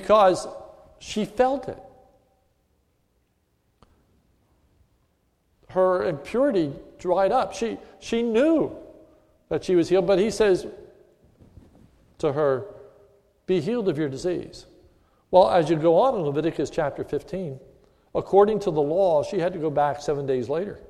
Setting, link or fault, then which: setting, large echoing room